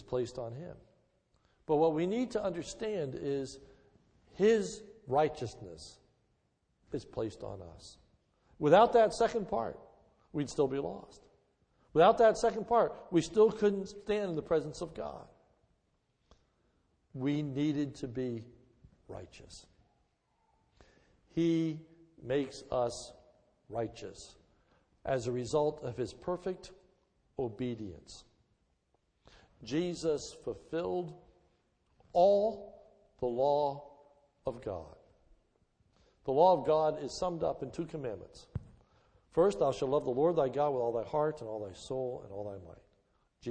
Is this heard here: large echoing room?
yes